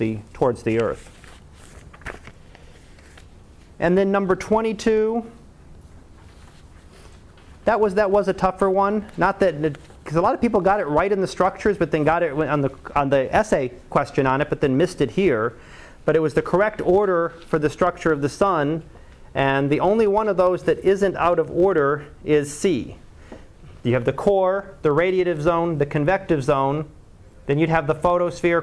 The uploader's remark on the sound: Live Class Lecture